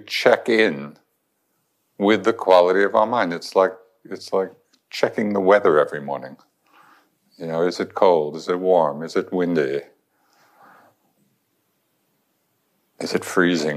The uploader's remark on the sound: In this recording from the Insight Meditation Society